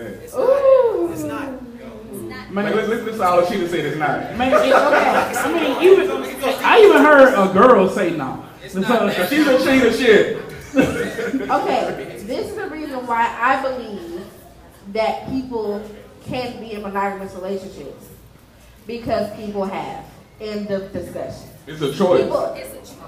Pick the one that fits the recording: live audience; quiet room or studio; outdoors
live audience